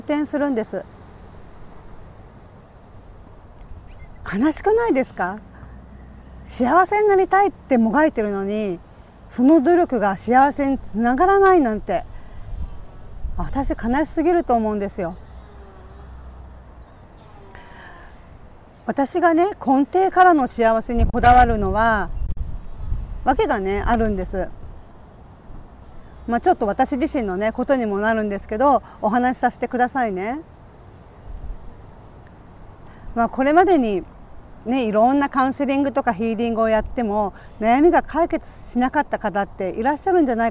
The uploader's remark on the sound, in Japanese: 強風で、途中、風の音で音声が悪くなってしまい、すいません